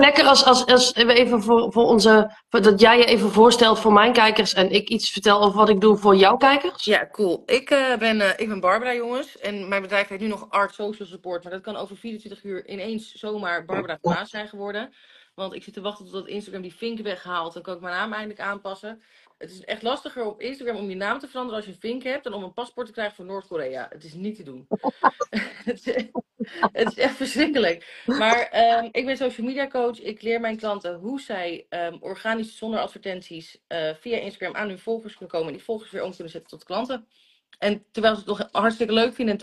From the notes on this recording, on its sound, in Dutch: Deze aflevering komt uit een Instgram live